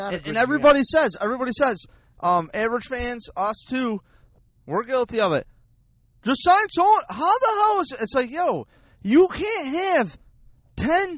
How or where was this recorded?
inside a vehicle